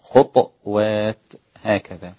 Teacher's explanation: البزي قرأ بسكون الطاء، قنبل قرأ مثل حفص بضم الطاء